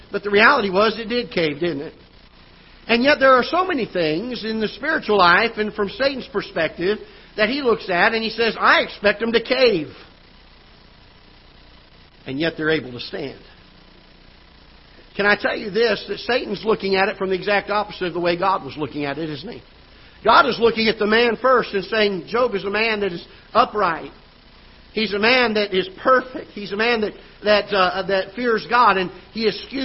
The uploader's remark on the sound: Ketha Heights Baptist Church ~ Live Broadcast